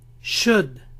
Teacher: No pronuncien la L.